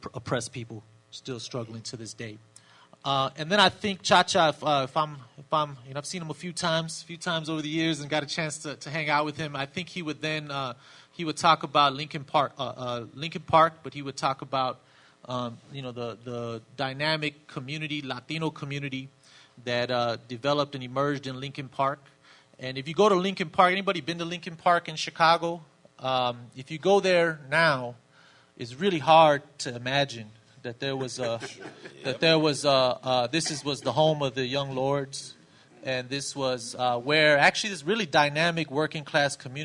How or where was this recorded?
live audience